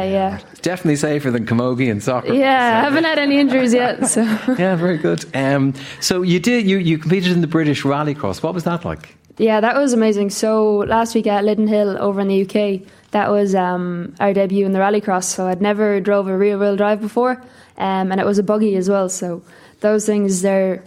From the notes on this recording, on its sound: comes to you today live from Galmont Hotel for Movies and Booze